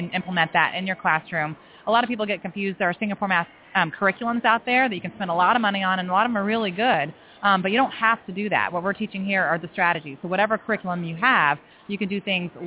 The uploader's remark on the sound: We will be broadcasting LIVE from the SDE Conference in Las Vegas.